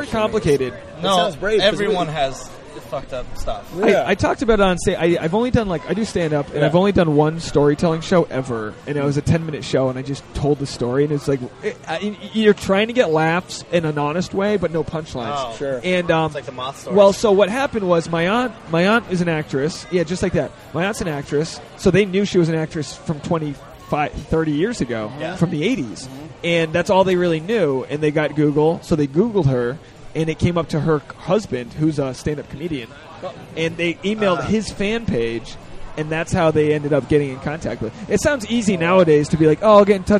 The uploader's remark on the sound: We recorded it at a bar in Los Angeles.